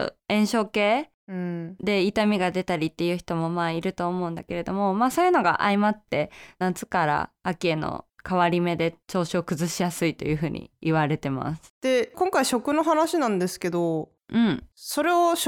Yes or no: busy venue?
no